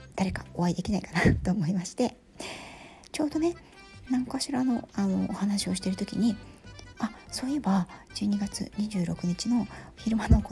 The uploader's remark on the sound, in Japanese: 旅先から³₃風音注意。火曜日から、静岡に遊びに来ました。出先からヒソヒソ収録してます。